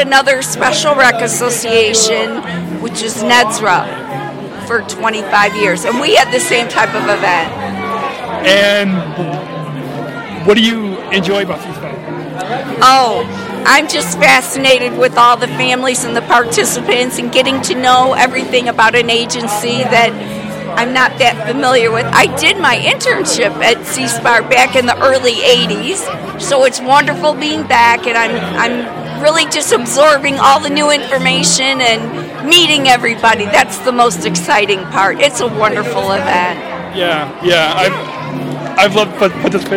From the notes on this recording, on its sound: LIVE From SEASPAR 2018 Believe & Achieve Banquet. Live podcast at this event. Tune-in as we go on the "red carpet".